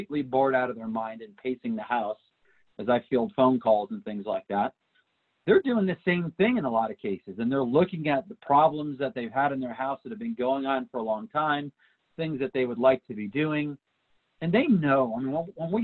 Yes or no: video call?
yes